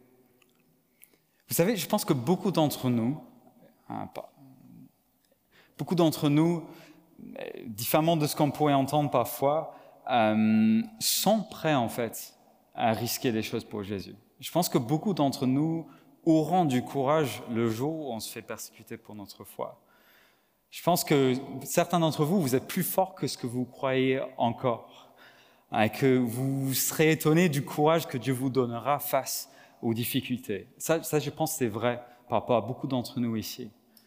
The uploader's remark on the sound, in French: Enregistré à l'église CVV, le 18/09/2022